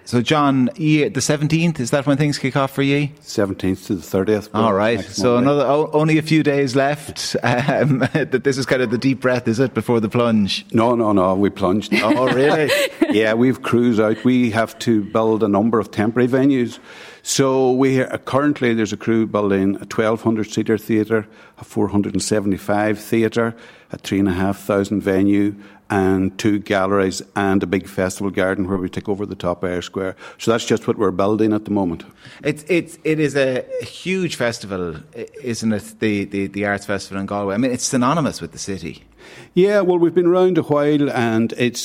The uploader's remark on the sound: The Hard Shoulder is LIVE from the Galway Bay Hotel as part of Newstalk's Summer Tour.